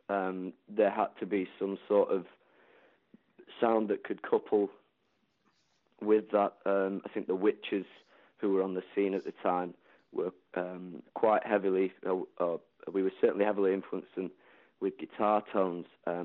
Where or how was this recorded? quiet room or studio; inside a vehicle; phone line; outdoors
phone line